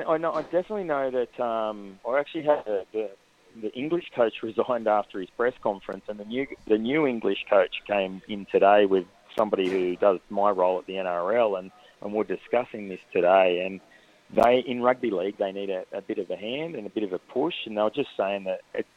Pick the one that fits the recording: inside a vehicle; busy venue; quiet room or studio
busy venue